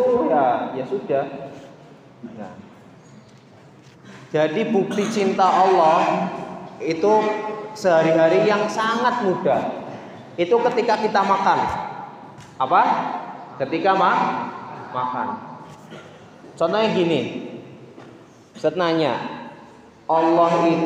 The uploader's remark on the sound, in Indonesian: Ini adalah rekaman kajian mingguan setiap hari Senin pagi di Masjid Baitul Azmi Pondok Pesantren Muhammadiyah Ahmad Dahlan Kab. Tegal.